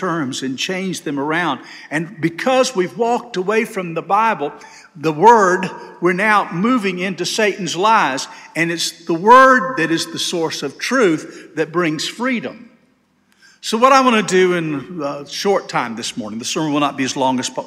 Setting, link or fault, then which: setting, large echoing room